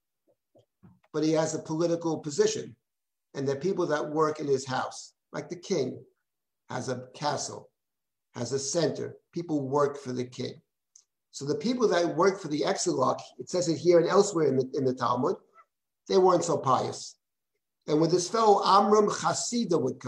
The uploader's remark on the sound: This audio was originally captured from Zoom.